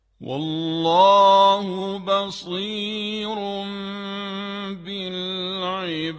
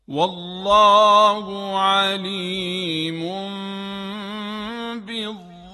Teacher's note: یعنی اگر تنوین قبل از حرف ب قرار بگیره اون هم تبدیل به میم میشه · Term: قلب به میم